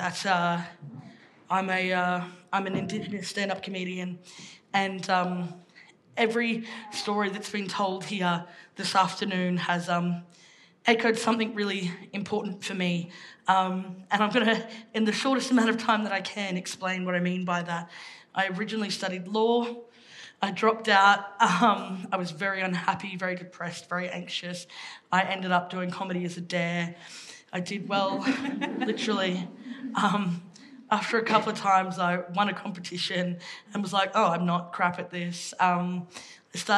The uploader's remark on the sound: This event was recorded live at the Sydney Opera House.